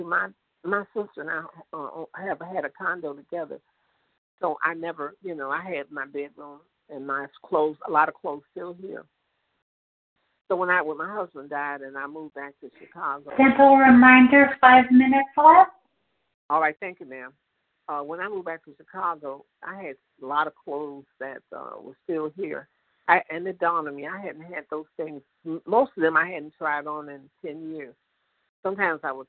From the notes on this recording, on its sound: 100 Pounders Phone Meeting